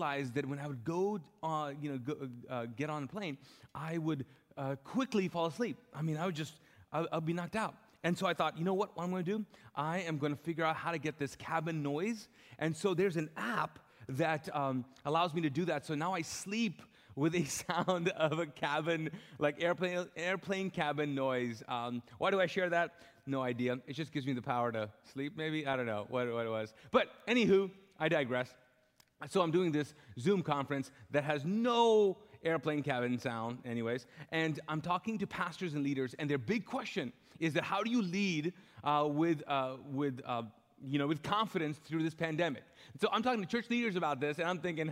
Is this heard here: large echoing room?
yes